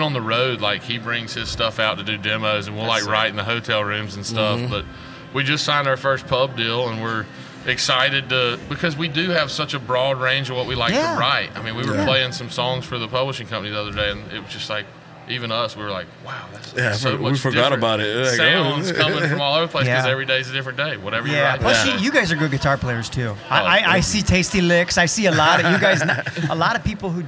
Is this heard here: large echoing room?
no